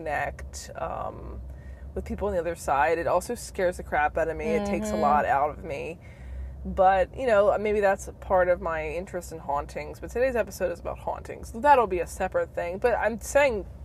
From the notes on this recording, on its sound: in the car